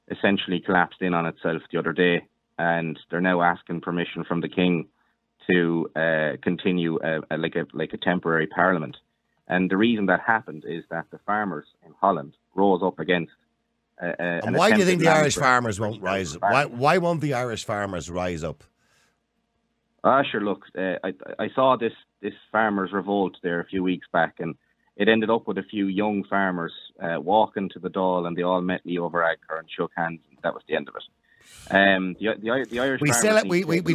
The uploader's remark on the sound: Callers ONly.